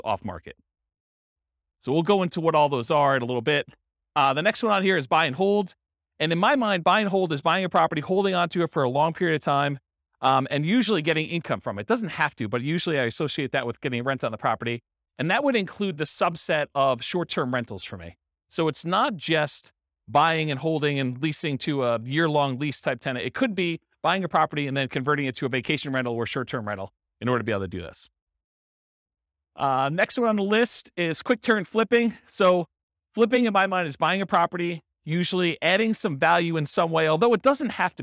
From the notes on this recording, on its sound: Real estate entrepreneurs in Lakewood, Colorado. This was a live class recorded. Live in-person version.